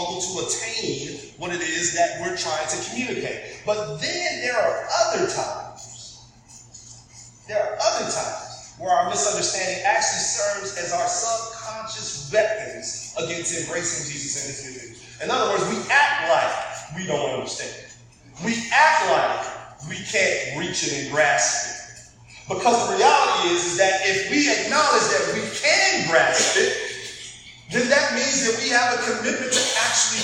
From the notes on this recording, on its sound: Apologies for the audio quality this week!